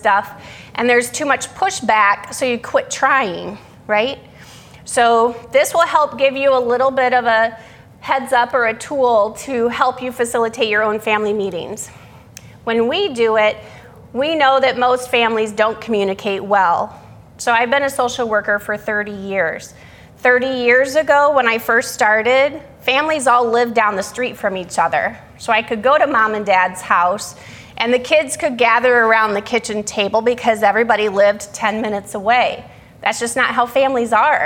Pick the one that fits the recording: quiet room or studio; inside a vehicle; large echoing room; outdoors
large echoing room